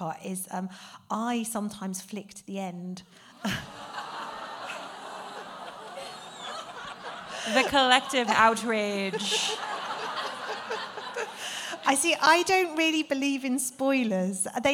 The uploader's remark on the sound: The Cuyahoga County Public Library, Parma Snow branch. Cuyahoga County Public Library for hosting and recording this amazing event.